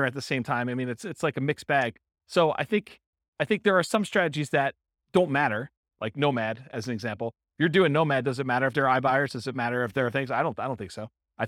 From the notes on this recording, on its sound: Real estate entrepreneurs in Dayton, Ohio. This was a live class recorded to give investors a solid qualitative overview of all the different real estate investing strategies. The live in-person version.